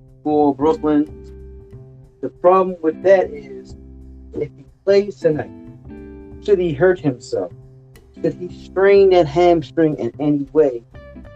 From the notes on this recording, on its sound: don't kill me for the sound